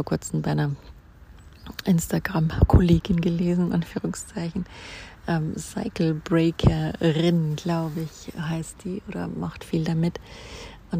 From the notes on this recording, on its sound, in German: live aus dem Park